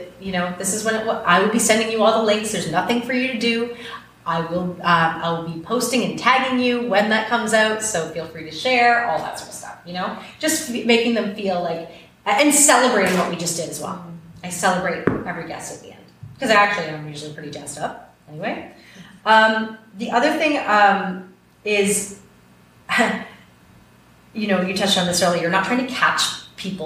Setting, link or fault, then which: setting, live audience